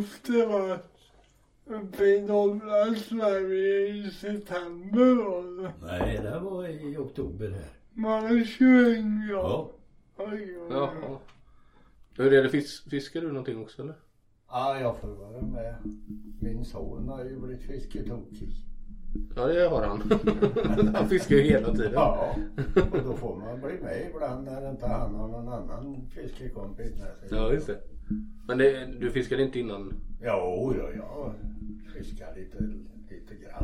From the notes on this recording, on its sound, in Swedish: Vi hade viss strul med ljudet men vi har gjort så gott vi kunnat och hoppas att det ska fungera ändå.